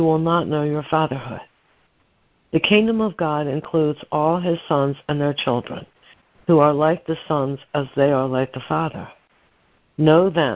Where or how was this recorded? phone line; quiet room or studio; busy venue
phone line